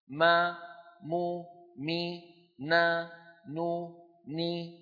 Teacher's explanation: وتكون الغنة يا إخوة أنقص ما تكون، يعني أقصر ما تكون في النون والميم المتحركتين